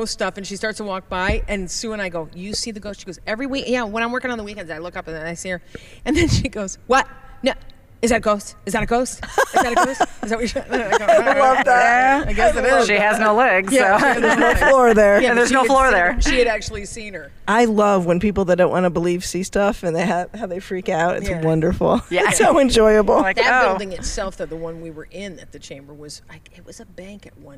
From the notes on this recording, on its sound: Back on location, this time from Proctor's Theater in Schenectady.